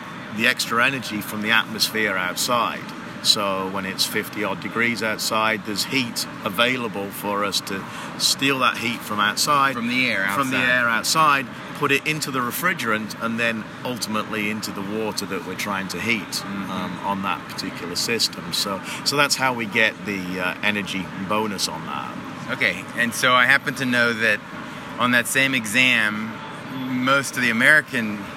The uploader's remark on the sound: live on the AHR Expo floor in Chicago